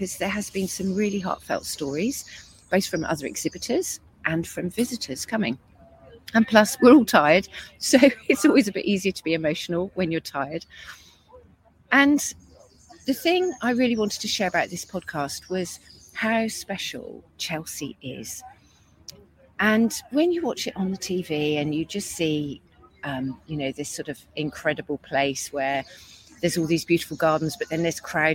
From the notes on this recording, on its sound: Recorded this podcast LIVE during her week at Chelsea Flower Show with her client The Newt in Somerset.